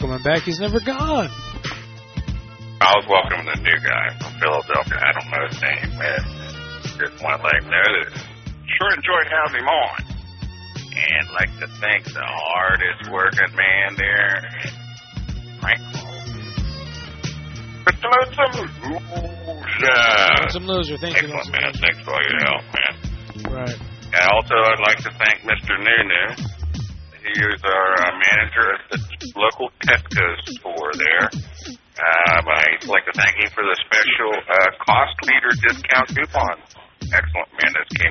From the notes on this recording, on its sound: Prank Phone Calls.